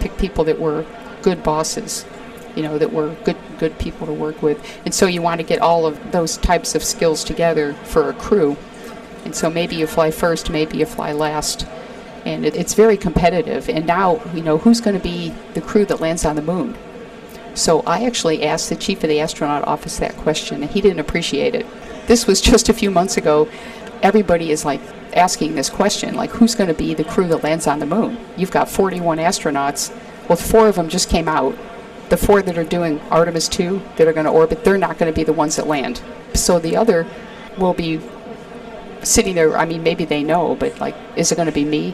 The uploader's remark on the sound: Recorded at the 2023 Northeast Astro Forum